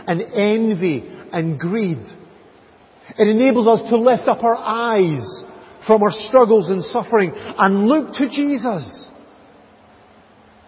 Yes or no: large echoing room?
yes